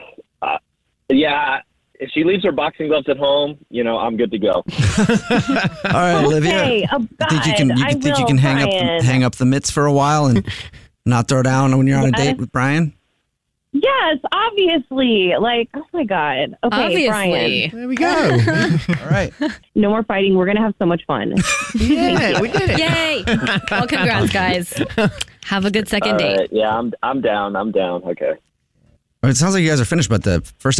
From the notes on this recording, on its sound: We get that other person on the phone